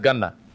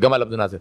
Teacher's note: Egyptians, they pronounce G, Ja as Ga. So they pronounce Janna as Ganna. Right, so Gamal Abdul Nasir, his name is Jamal Abdul Nasir, but Gamal Abdul Nasir.